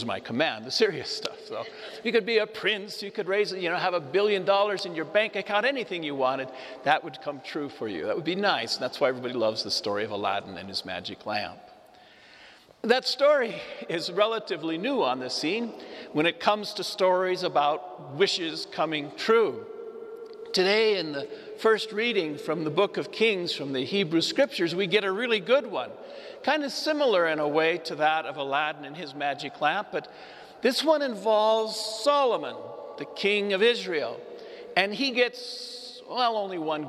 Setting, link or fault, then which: setting, live audience